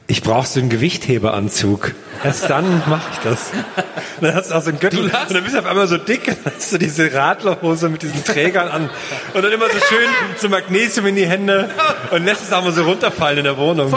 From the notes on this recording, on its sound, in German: Live-Aufnahme Leipzig im Felsenkeller.